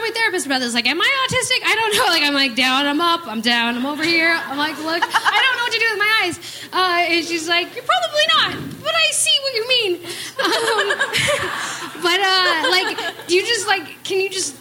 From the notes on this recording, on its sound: Recorded live at Portland's Dante's, it's a packed show.